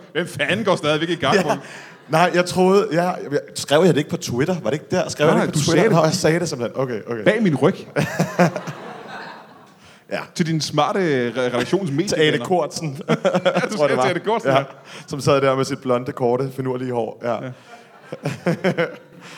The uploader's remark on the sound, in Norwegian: LIVE fra Comedy Zoo